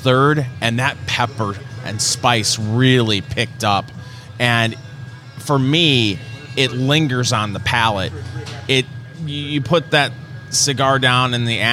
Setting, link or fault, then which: setting, busy venue